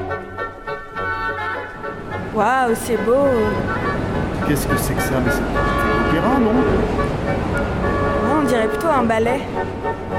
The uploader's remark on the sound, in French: Une heure dans le métro. Nous descendons et passons 58 minutes sous terre, dans les entrailles de Paris, avant de ressortir, épuisés mais contents, quelque part sur la ligne 11. Nous avons testé un prototype de micro qui permet, à travers les murs et les strates du sol, d'entendre tout ce qu'il se passe dans Paris. Enregistrée à 100 % sur le terrain ou plutôt sous le terrain !